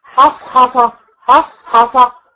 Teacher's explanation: الحاء مش من حروف التفخيم، لكن انا لما جيت انطقها استعليت باقصى لساني عشان انطق الصاد فرحت معليه الحاء